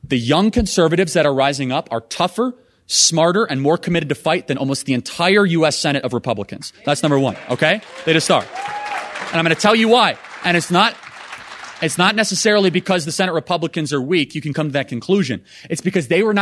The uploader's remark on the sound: speech live from America’s heartland